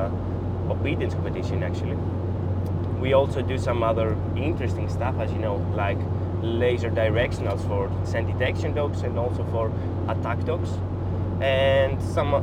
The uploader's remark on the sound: This time we get deeper into training topics while we were driving through Athens and the countryside to have our last day at a three day seminar about SAR dog training.